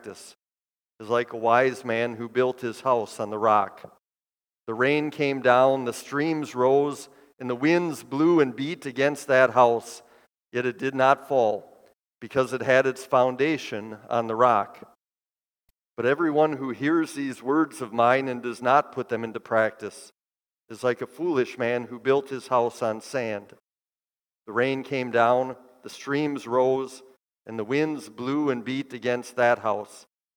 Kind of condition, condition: setting, large echoing room